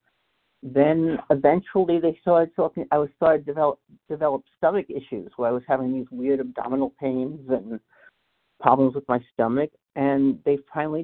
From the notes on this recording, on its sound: qualification from the 100 Pounders Phone Meeting